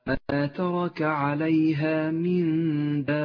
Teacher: المد اللازم الكلمي المثقل في قوله تعالى ما ترك عليها من دابة، يمد ست حركات لزوما